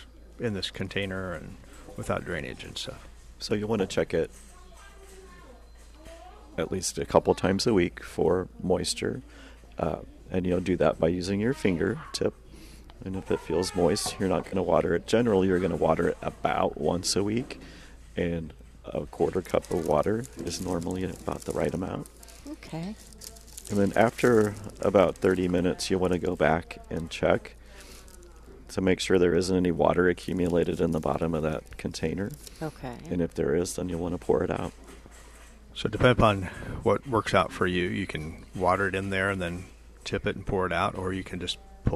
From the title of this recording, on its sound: Live at Prairie Gardens